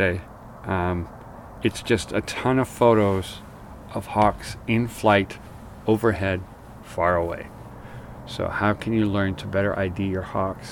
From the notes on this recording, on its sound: This episode is recording a trip down to Hawk Cliff. The structure is similar to old audiozines I used to make, describing in situ as well as voice overs to tell the story a little better and to give context to the audio.